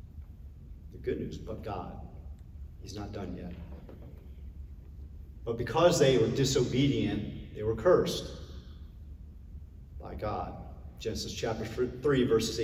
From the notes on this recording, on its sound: Originally recorded on December 11, 2022, at Dunwoody Community Church.